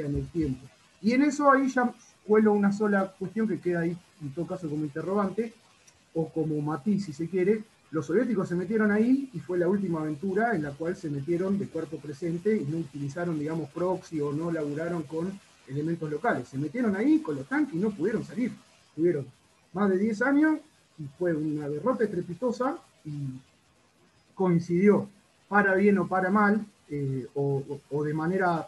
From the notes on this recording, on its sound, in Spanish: Estamos trabajando en mejorar el audio pero dada la premura de las circunstancias, decidimos subirlo así, en crudo, punky, cloaquero, artesanal.